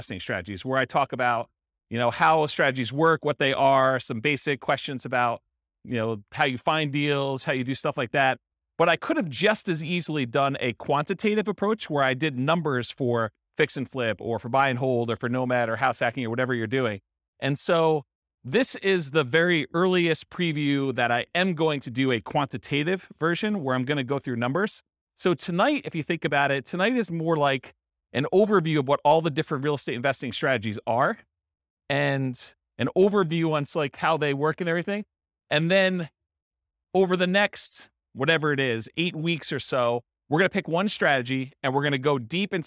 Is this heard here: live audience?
yes